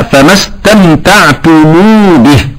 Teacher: كلمة استمتعتم بها من مجمع، قرأ ابن كثير وأبو جعفر وقالون بخلف عنه بضم ميم الجمع حالة الوصل مع وصلها بواو لفظا